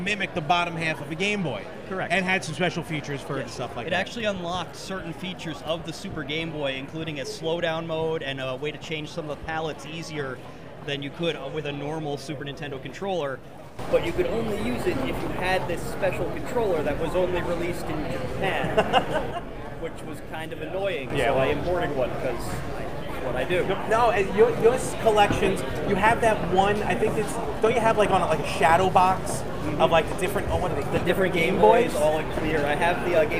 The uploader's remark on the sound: Recorded LIVE at the Long Island Retro Gaming Expo 2019 at the Cradle of Aviation Museum in Garden City, NY. After having a disaster of a time with recording this special edition, losing the audio was rough. The audio was completely lost.